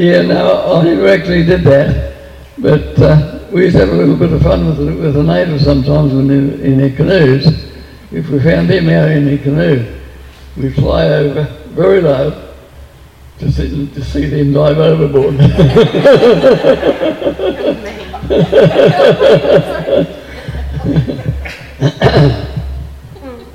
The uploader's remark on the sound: WONZ Christmas Party. Talks to a live audience.